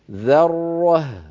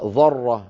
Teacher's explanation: هذه الكلمة أولها ذال مرققة، بعدها راء مفخمة مشددة · Shown in: first take · ذرة، ثم بعدها هاء مرققة، فعلينا أن نرقق ثم نفخم ثم نرقق هكذا ذرة.